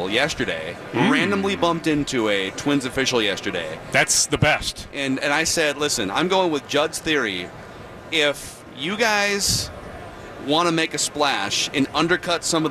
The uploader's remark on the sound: live from Radio Row all week